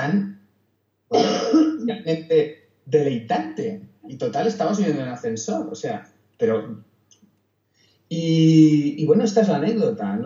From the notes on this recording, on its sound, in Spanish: Audio de baja calidad